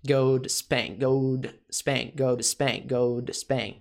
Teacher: ao invés de to, vai soar como r. Ou d. · Term: redução